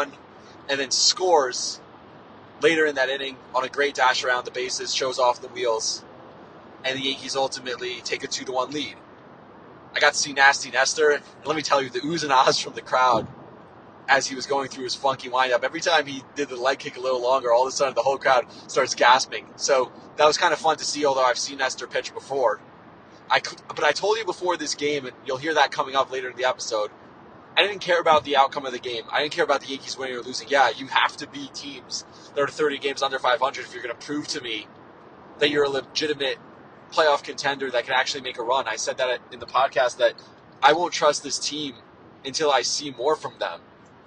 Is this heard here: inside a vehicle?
yes